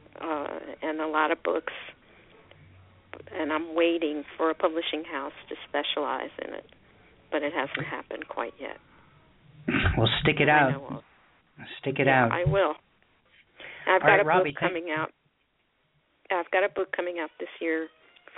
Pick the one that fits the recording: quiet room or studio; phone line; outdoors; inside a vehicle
phone line